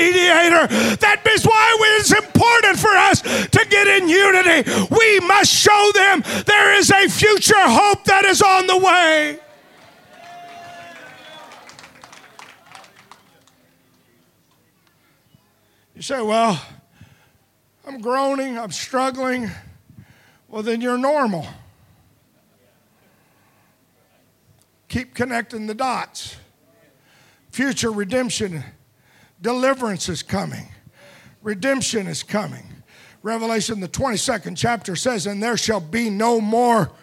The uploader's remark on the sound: Preached at Deep Calleth Deep Conference 23, 5 Dec Evening Service